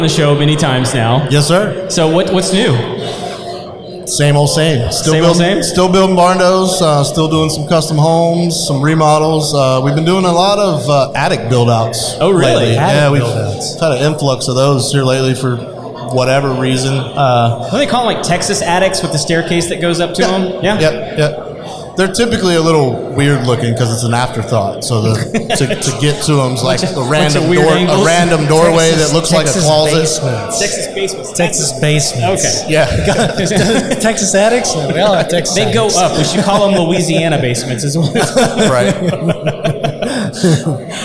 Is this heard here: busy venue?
yes